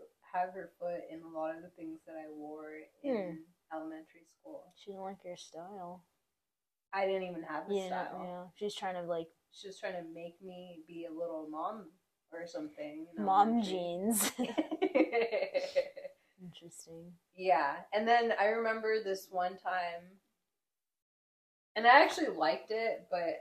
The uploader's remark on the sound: I know I sound far from the mic.